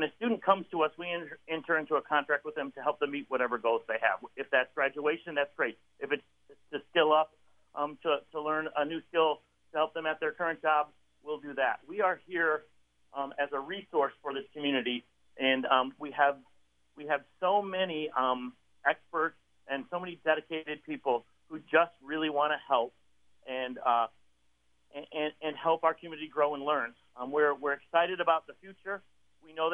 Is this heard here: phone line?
yes